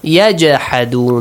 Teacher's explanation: Qalqala. Echo the sound of jim, which is sakin.